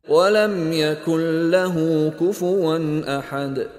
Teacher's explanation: Di dalam kalimat ini, nun tidak bertanda mati bertemu dengan huruf lam. Nun dimasukkan ke dalam lam tanpa dengung. · Term: Idgham bila ghunnah